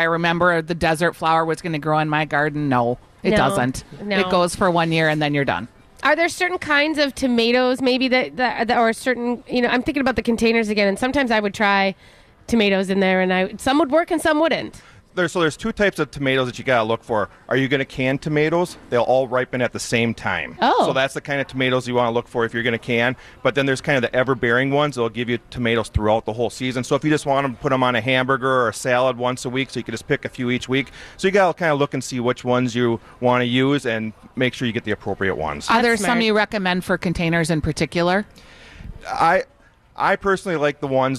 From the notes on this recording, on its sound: Live at Bachman's